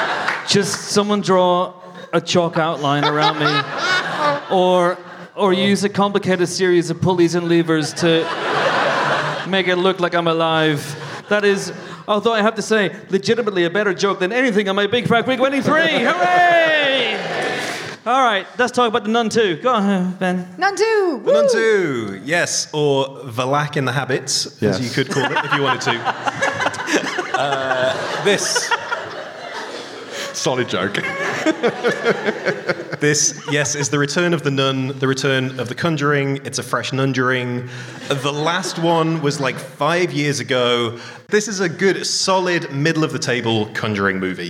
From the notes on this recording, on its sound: Live from the London Podcast Festival. We didn't actually record it until Saturday night. Took to the stage of Kings Place's Hall One, in front of a crowd of around 350 loyal listeners, as part of this year's London Podcast Festival. Answer a bunch of audience questions. As ever with our live shows, it's pure chaos.